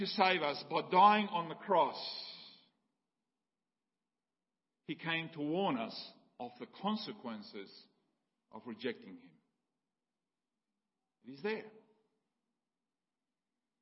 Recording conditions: large echoing room